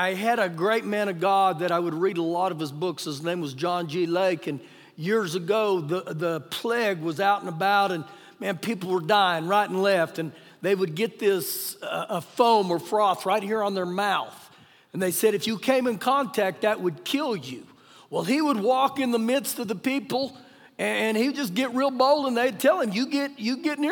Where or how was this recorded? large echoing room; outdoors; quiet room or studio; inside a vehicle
large echoing room